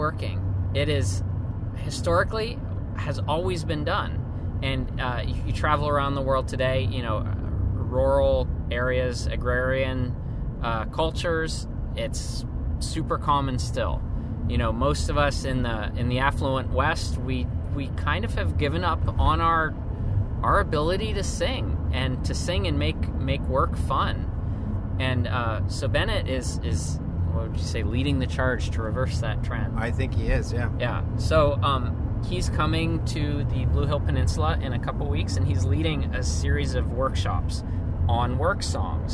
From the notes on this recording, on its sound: This episode of our podcast was recorded on the road yesterday as we headed back home from Portland, Maine. Oh, and we got cut off by a Jeep during the recording.